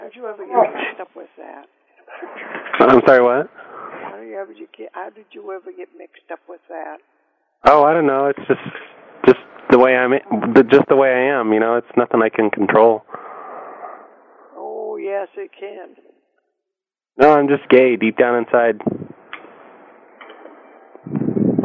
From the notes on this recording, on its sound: Prank Phone Calls